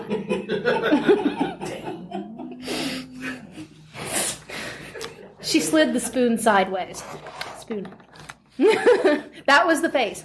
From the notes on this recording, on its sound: The Melting Potcast's first ever live show, at Balticon 51!